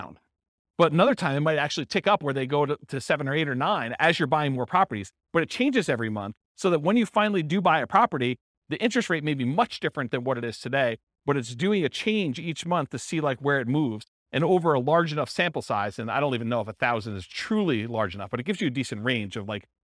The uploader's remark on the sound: This was a live class recorded.